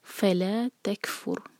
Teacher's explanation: فلا دو سلیبل والا ورڈ تو فا پر زور دیا جائے گا